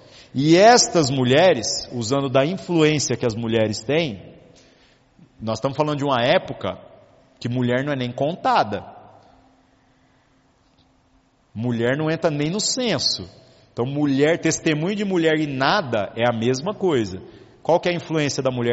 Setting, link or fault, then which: setting, large echoing room